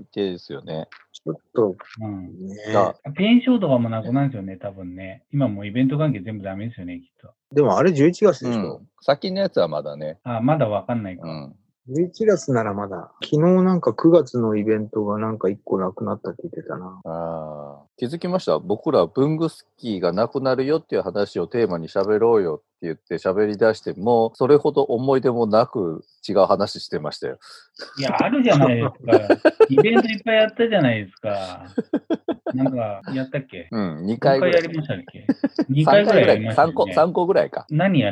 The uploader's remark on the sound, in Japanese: 初めてのリモート収録！流行りのzoomを使っての収録です。Zoomで収録してみます。